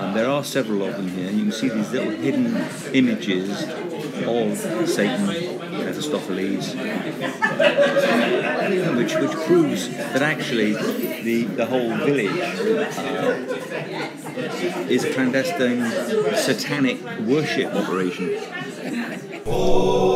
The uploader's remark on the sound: A misguided attempt to record on site, an 'outside broadcast' which degenerates into a pub crawl.